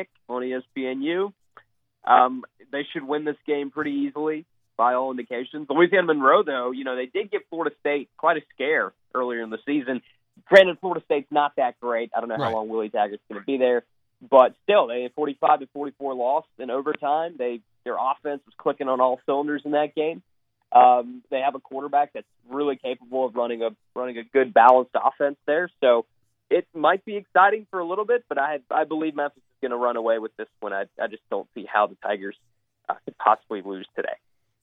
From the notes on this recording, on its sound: call in to help review